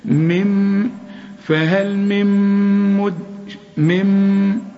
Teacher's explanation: شوف فهل من مدكر، من نون سكن، نون بدون تشكيل، بعدها ميم، الميم النون دي بتضغم في الميم، النون بتضغم في الميم ادغام كامل. شوف من، فهل من مد، من، اقفل شفايفك على طول وكز عليها عشان تطلع الغنة.